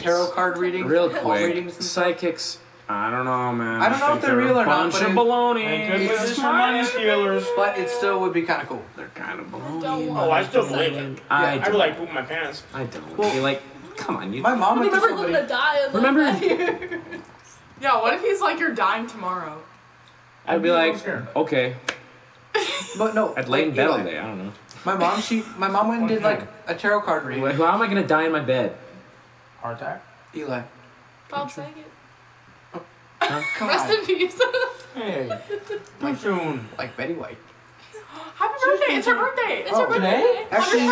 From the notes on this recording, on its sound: We sincerely apologize for the "echoing" in this weeks episode.